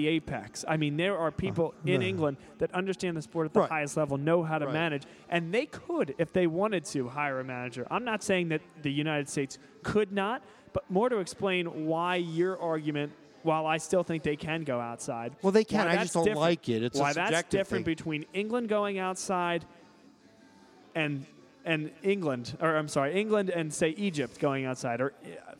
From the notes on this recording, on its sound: In this Vuvu Soccer Show we were live from Villa Capri in Doylestown, a great soccer pub!